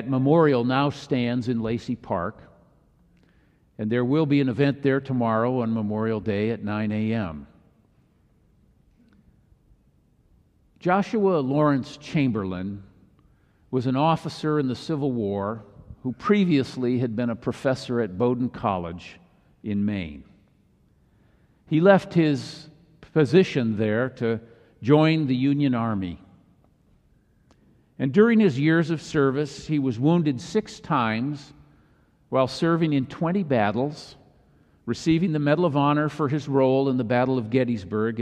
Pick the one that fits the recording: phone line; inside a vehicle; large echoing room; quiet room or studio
large echoing room